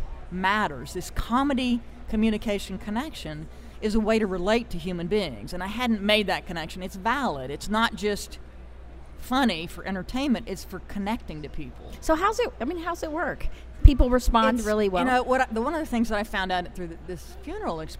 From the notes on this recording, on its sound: BROADCAST LIVE FROM THE SAGE SUMMIT 2015 IN NEW ORLEANS, LOUISIANA